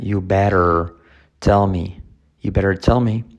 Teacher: Mira que la D no se pronuncia